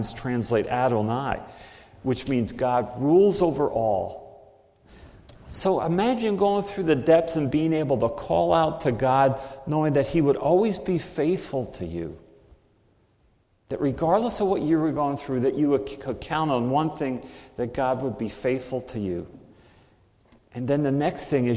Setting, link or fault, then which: setting, large echoing room